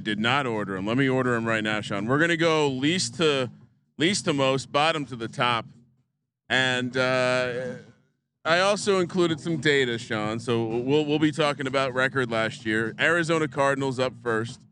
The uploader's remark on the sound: live from Circa Stadium Swim